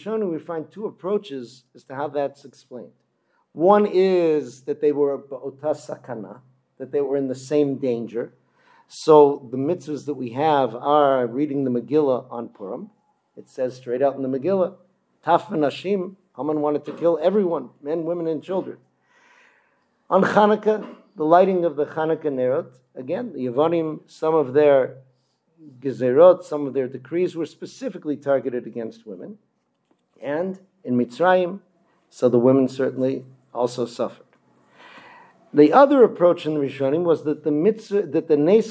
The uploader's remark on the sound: Delivered at Kehilat Ayelet HaShachar in Modiin